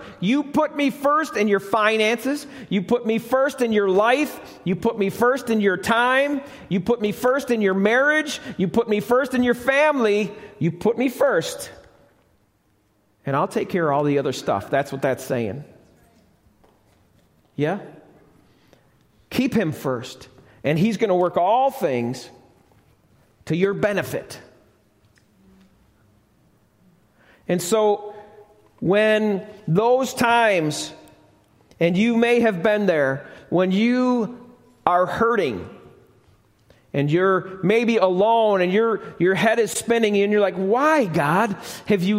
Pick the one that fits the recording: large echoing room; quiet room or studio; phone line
large echoing room